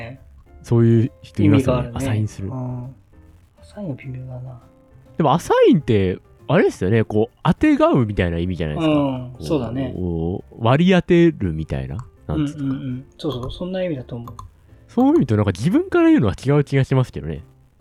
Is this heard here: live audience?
no